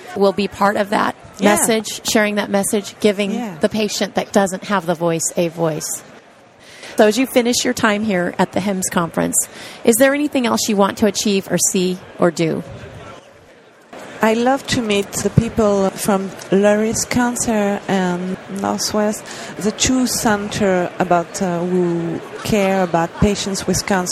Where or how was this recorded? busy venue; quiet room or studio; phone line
busy venue